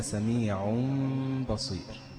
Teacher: يترك فرجة بسيطة جدا بين الشفتين حتى تخفى الميم الساكنة · Term: الإقلاب